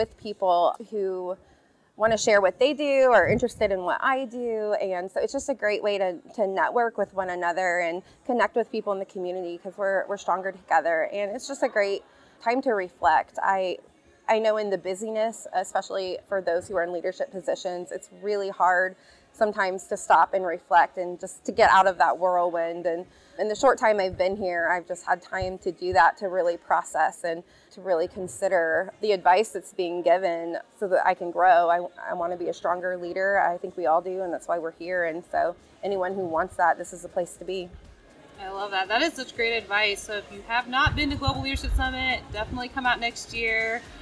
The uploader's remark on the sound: This series was recorded at Crossroads Community Church's Global Leadership Summit 2023.